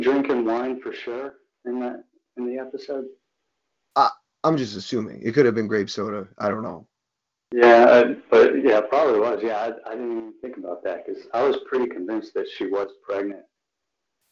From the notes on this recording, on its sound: FAN CALL-IN SHOW